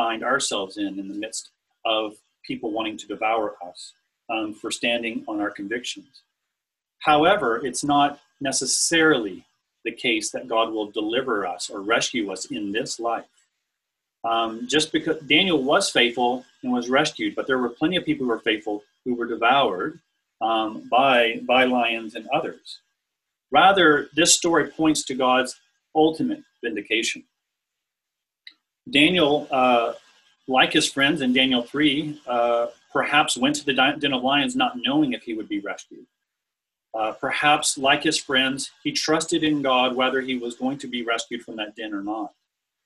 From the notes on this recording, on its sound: This talk was recorded over Zoom and includes the Q&A afterwards. L'Abri Fellowship.